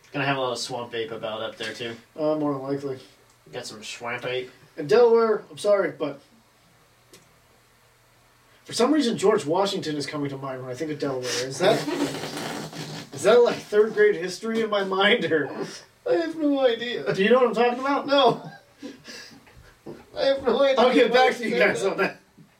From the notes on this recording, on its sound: The audio files were lost from the mics so we have camera audio!